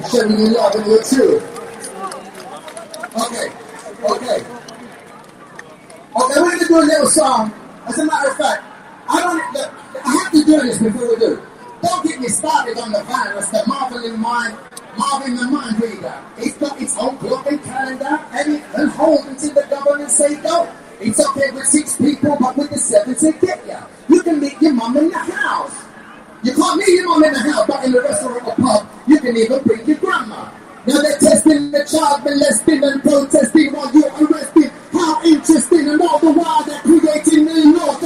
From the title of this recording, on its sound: LIVE from Trafalgar Square in London: Resist & Act For Freedom Rally